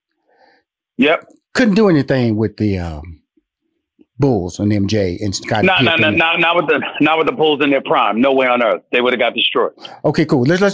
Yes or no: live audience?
no